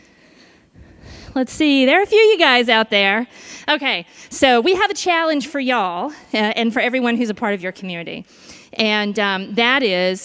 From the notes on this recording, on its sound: The best of live interviews from GreenBiz events.